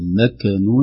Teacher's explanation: آخر تنبيه مكنون الهمس في الكاف وليس فيها قلقلة، لا نقول مكنون ولا مكنون بدون همس، إذا فيها همس خروجها هواء خفيف مع مخرج الكاف بدون تحريك للمخرج نفسه